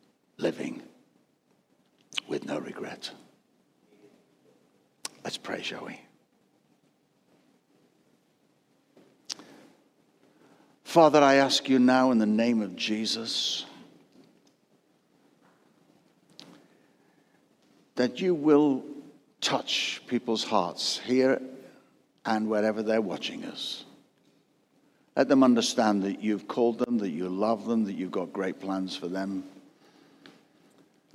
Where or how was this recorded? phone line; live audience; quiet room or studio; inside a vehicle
live audience